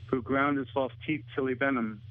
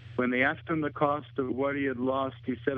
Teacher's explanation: the dropped H in the pronouns his, him, and he